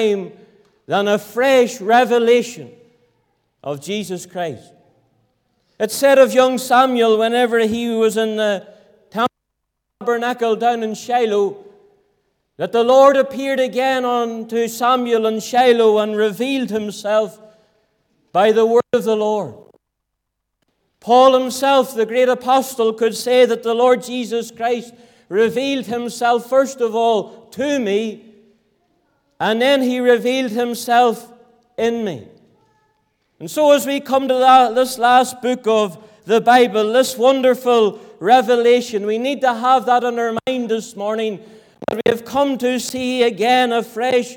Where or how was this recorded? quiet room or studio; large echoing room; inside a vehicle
large echoing room